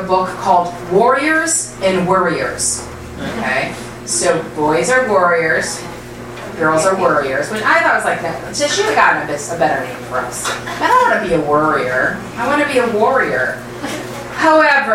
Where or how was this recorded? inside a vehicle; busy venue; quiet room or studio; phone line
busy venue